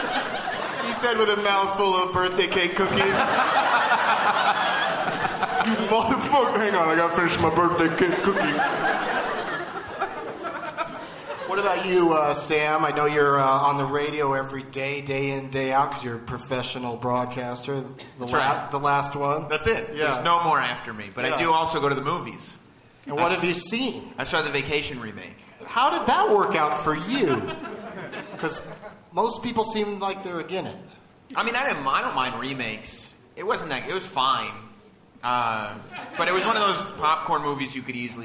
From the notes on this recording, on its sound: Live from the Gramercy Theatre in New York City